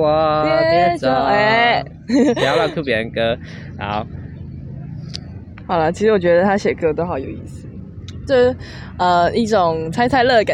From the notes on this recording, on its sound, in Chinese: 不得已在戶外錄，有諸多雜音／暴風請見諒！